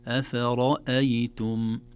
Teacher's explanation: أفرأيتم كلها مرققة، اللهم إلا الراء مفخمة